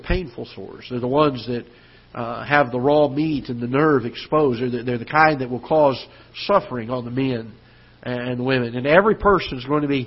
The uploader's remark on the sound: Ketha Heights Baptist Church ~ Live Broadcast